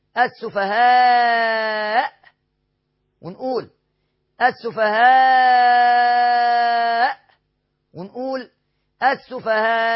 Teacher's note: إن الهمزة جاية متأخرة، يعني جاية في آخر الكلمة، هيبقى فيها الحفص 3 أوجه، توسط 4 حركات، ومد 5 حركات، ومد تاني 6 حركات · Term: مد متصل